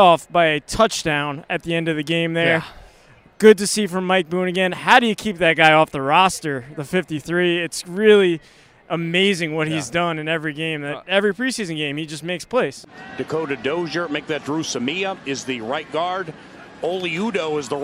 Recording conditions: busy venue